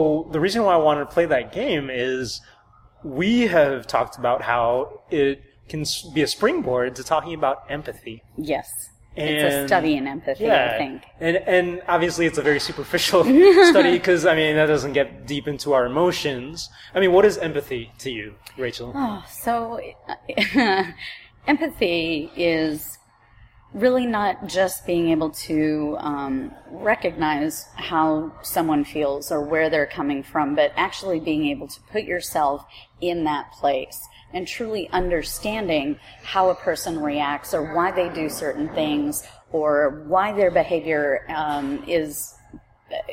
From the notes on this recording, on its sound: This episode was recorded in a market in Austin, TX, so there is some background noise.